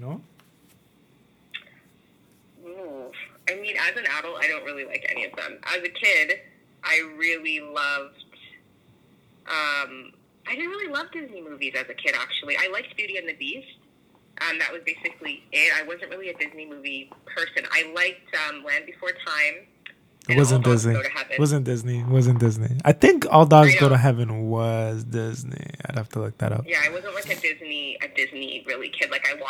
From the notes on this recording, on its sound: We practice social distancing by having an in-depth phone conversation with one of the newest members of our club.